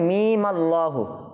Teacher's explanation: Number এক, ওয়াসল, অর্থাৎ মিলিয়ে পড়া যাবে। যখন আমরা এই দুইটা শব্দকে একত্রে মিলিয়ে পড়ব তখন ওই মিমে থামবো না